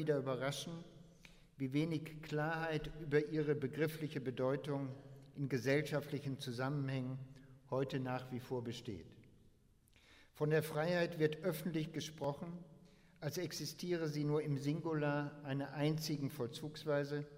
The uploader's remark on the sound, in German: Internationaler Hegelkongress 2011 - Eröfnungsvortrag